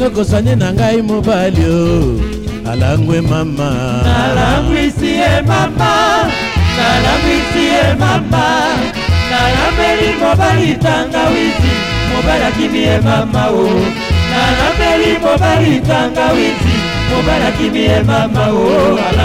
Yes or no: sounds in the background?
no